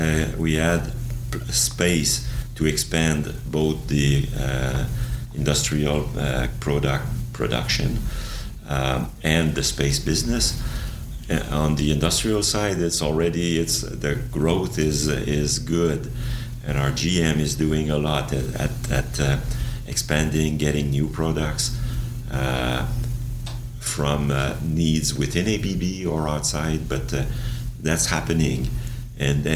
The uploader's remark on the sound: In this podcast recorded at the CASI ASTRO 18 conference in Quebec City